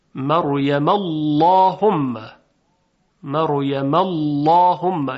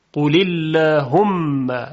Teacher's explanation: اما اگر قبلش کسره باشه قول اللهم، دیگه لام اللهم تفخیم نمیشه بلکه به حالت عادی و ترقیق ادا میشه · Shown in: second take